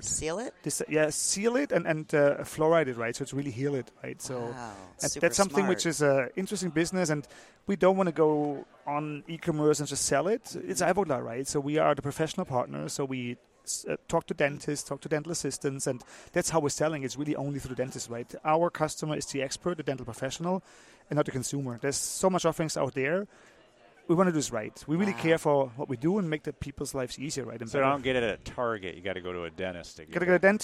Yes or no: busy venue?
yes